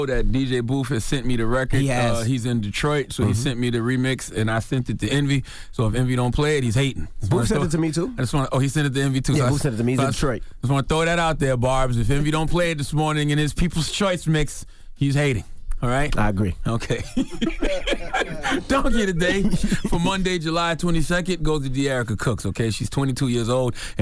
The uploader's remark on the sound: We opened up the phone lines to see if any of our listeners get mad when customers bring more than the max amount of items to the express line at the grocery store.